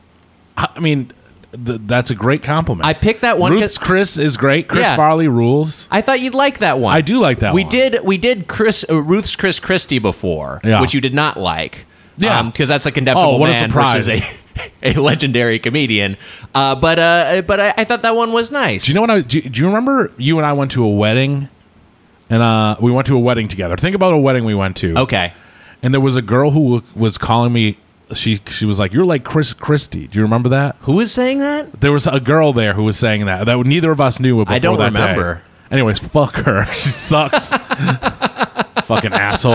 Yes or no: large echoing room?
no